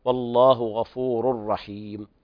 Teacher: والوقف هنا وقف كافي، وترقيق الراء لكل القراء عند الوقف، والله غفور رحيم. وهنا إدغام بغير غنة كامل لوقوع الراء بعد التنوين